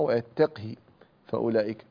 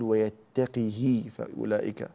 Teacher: لأنه يسكن القاف قبلها، فوقع قبلها ساكن، والشرط أن تكون هاء الضمير بين متحركين، صح يا مولانا؟ طيب، فهنا ورش رحمه الله يكسر القاف · Shown in: second take